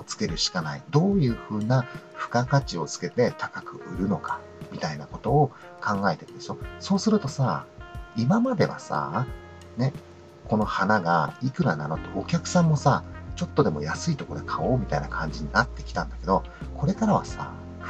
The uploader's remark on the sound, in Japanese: 今回は初めて営業時間中に車の中で収録をしてみました。花屋の配達号ハイエースのセカンドシートでマイクとパソコンを持ち込んで収録したんですが、。今日は朝から雨が降っていて雨の音が結構気になるかもです。